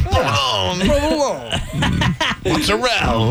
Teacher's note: you act like stomach cramps and you cut the last syllable off